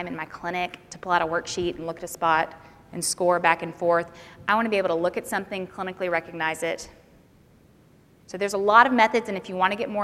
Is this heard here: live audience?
yes